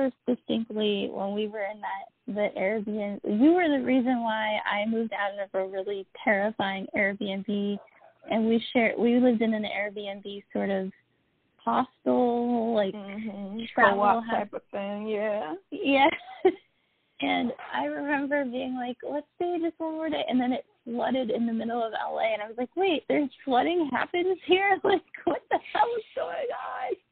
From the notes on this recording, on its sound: The recording went out twice on this episode! Still learning and growing with the tech on this one so apologies for audio issues ahead of time.